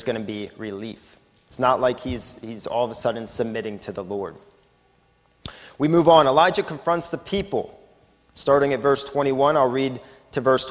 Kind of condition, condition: setting, large echoing room